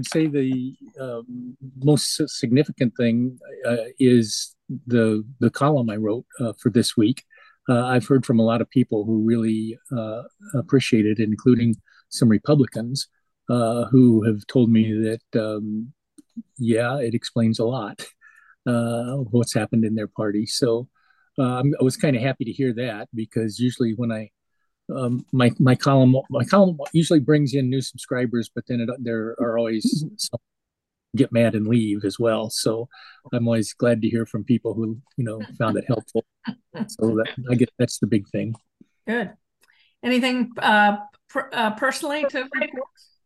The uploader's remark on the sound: The audio is recorded on my iMac from the Zoom call, then uploaded here in Substack.